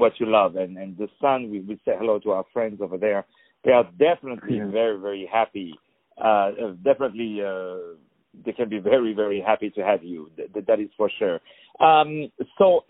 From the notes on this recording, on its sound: On the phone.